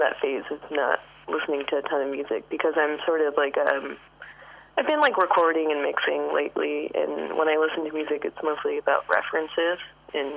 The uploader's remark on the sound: hosts a phone interview